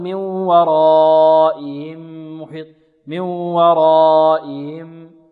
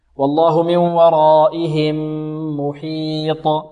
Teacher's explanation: من ورائهم محيط، والهاء نوضح الهاء لأن الهاء حرف خفي، حرف فيه ضعف · Shown in: second take · لا نقول من ورائهم محيط، من ورائهم، خطأ، البعض ينطق هكذا.